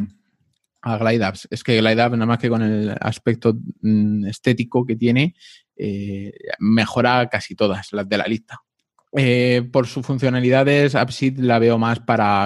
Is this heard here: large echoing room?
no